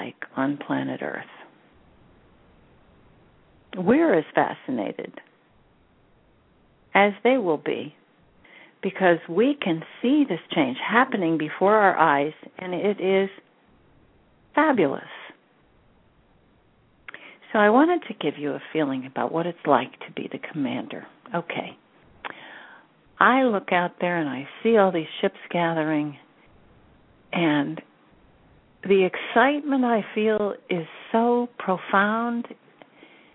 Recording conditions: phone line